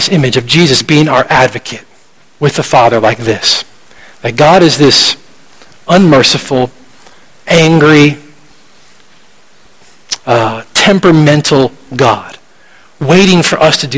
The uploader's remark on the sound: at Redemption Hill Church on Sunday, February 12th, 2012